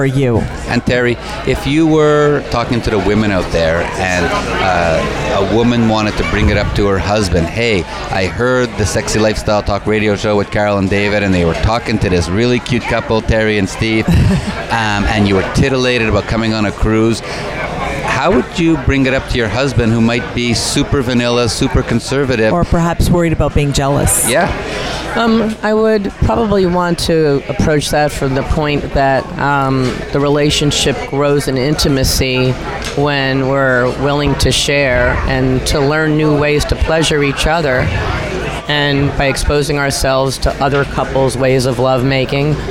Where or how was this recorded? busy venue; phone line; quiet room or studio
busy venue